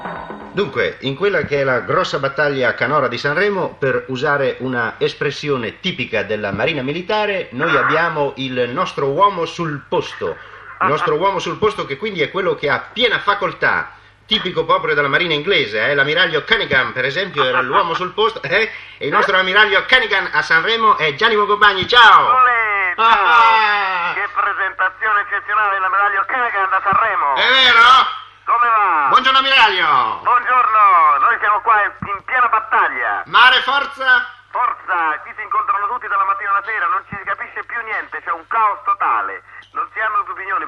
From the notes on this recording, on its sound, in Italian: Una telefonata con un'ascoltatrice. Intervento telefonico. Inviato al Festival di Sanremo.